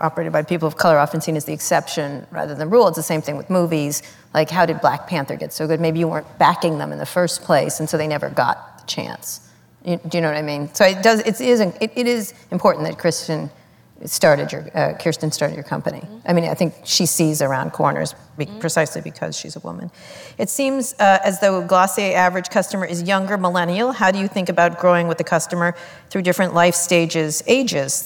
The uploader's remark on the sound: In this live interview from the 92nd Street Y in New York City